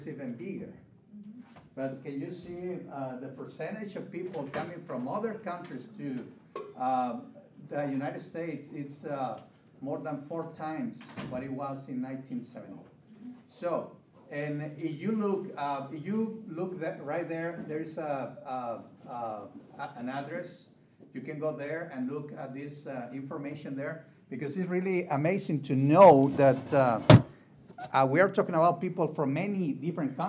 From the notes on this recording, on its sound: This session was recorded at the FLD Spring Leaders Conference in 2022